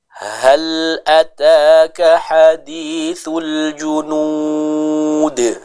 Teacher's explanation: Yang tepat hadithu, ya, ha dengan huruf ha yang dibaca atau dikeluarkan dengan tenggorokan bagian tengah, ya, huruf ha yang lembut.